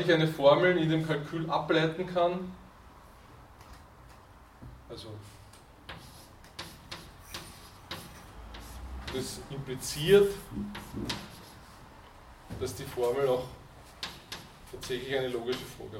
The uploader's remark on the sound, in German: Diese Vorlesung wurde von Studierenden aufgenommen